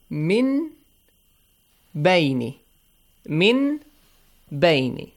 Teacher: So we change that noon sound to a hidden or a half meme. · Term: iqlab